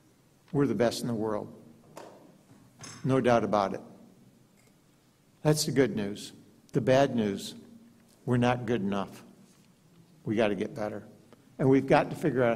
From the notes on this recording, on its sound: gave the keynote address at The Institute of World Politics' 30th (+1!) Anniversary Gala on October 27th at the Mayflower Hotel